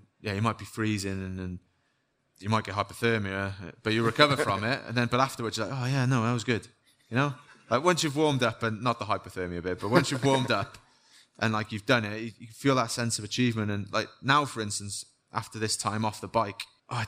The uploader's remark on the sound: on stage at Rouleur Live 2023